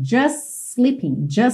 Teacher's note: Olha aqui como just sleeping também ficou ligadinho pelo S